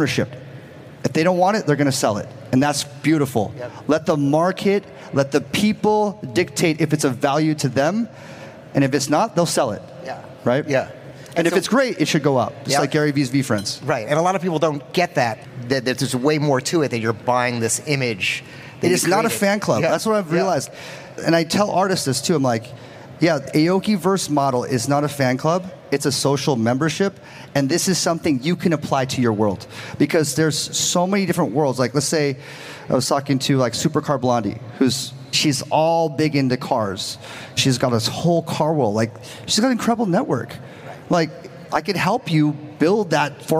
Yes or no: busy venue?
yes